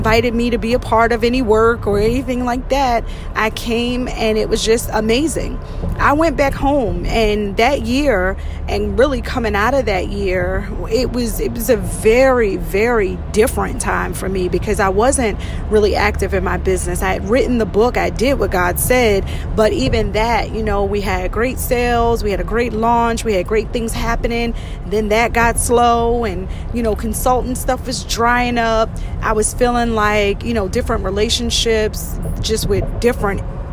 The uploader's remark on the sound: In this episode, I’m in my car! I recorded this while driving.